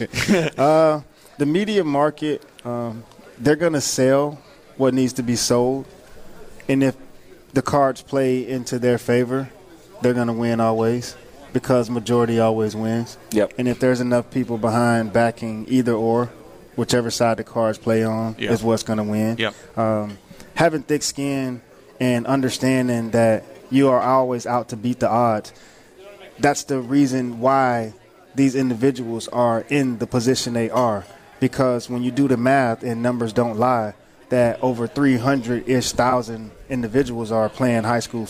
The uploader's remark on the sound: live from the Palm Beach Kennel Club